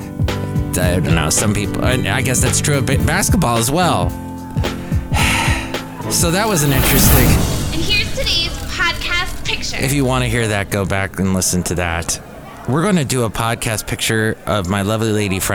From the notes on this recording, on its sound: podcasts live from Café Anyway